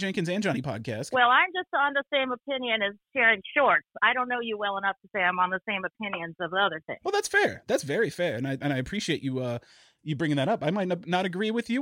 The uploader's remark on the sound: Our apologies for the sound of the phone call on this episode, we weren’t able to use SquadCast and the sound quality of our guest obviously suffered.